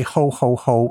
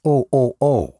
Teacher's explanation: they don't pronounce the H · Shown in: second take · so it's more of a O, O, O.